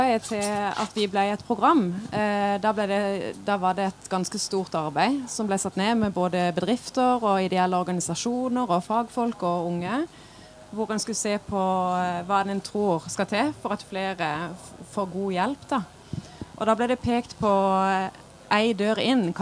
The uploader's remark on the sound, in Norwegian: opptak fra Arendalsuka 2023